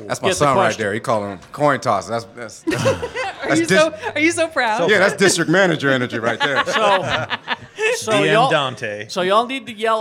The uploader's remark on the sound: Geekshow Live. Recorded LIVE at FanX Comic Con in Salt lake City. Hear us do it Live, in front of people.